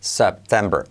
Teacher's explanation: Y las dos primeras E's es una E abierta.